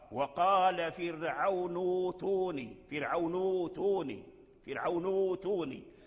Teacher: الهمزة الساكنة انقلبت واو